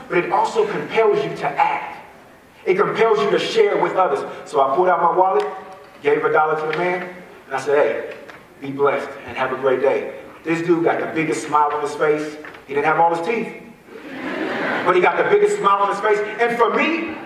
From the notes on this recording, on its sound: A keynote speech from 2015 at my alma mater, Bishop O'dowd High School.